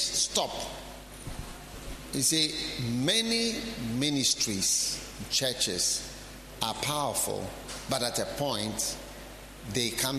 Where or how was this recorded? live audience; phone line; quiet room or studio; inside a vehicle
live audience